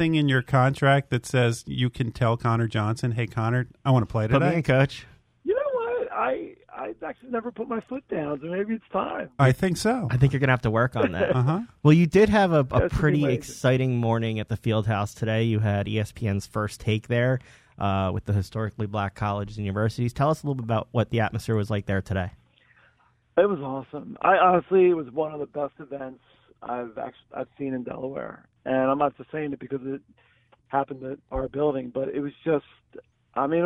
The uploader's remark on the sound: BlueCoats team president called